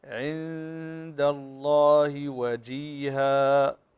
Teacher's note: نون ساكنة وبعدها الدال إخفاء حقيقي